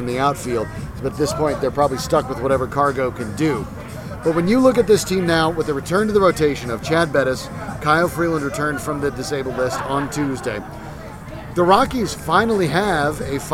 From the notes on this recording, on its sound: Recording live at Tap XIV prior to the #Rockies' series finale against the Braves.